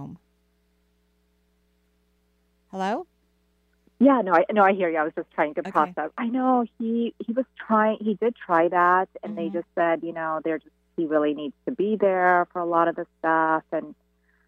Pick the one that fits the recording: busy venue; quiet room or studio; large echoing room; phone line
phone line